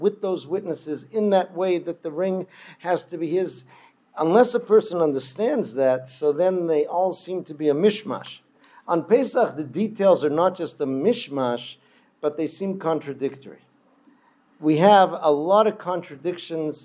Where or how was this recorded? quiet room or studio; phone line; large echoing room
large echoing room